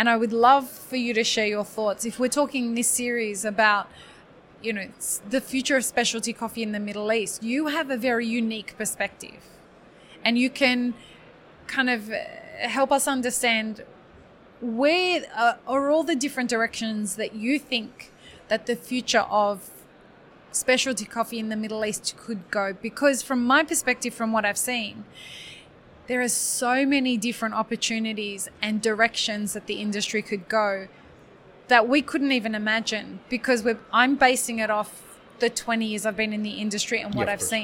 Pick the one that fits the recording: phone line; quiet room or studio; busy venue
busy venue